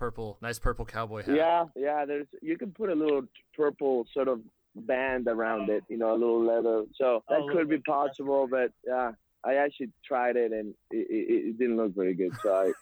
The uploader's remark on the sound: take some listener phone calls